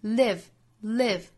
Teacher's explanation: Live 的元音不要开口过紧，不是 leave,而是 live